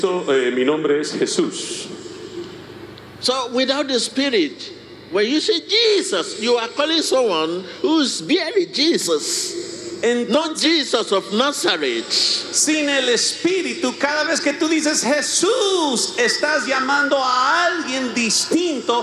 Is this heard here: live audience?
yes